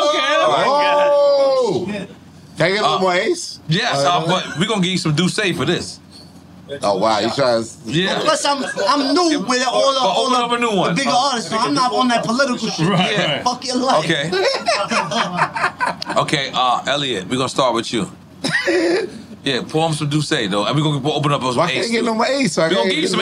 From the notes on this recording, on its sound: Live from Rolling Loud the guys stop by for a good time!